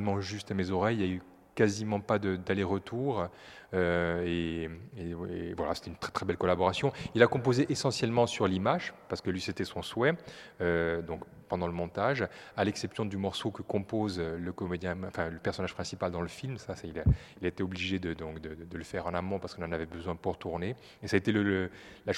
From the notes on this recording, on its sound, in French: En direct des Grands Voisins